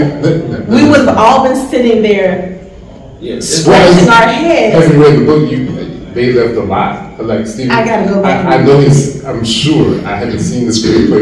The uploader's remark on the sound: Recorded live from Monsterama Con in Atlanta.